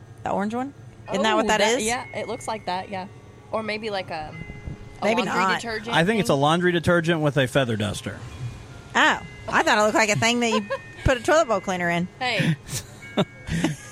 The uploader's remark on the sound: podcast from the Vernon Labor Day Arts Festival on Saturday September 1st